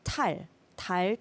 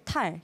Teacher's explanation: With 달, it's just a soft D, 디귿, and then 탈 is a stronger sound that sounds more like a T. And then there's the double D, 딸.